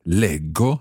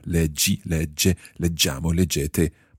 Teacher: the j of the infinitive, leggere, becomes a hard g sound · Shown in: first take · Leggo, I read.